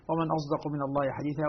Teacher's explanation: ليست صادا خالصة وليست زايا خالصة، وإنما هي صاد مشربة زايا، عبر عنها بالإشمام طبعا بإشمام الصاد زايا.